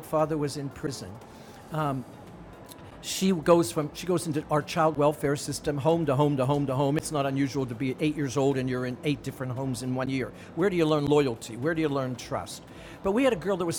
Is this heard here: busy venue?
yes